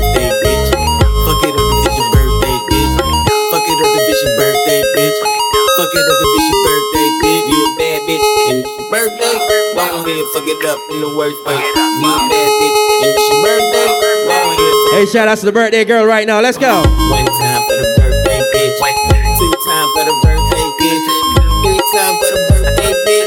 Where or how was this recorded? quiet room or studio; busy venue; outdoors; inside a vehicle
busy venue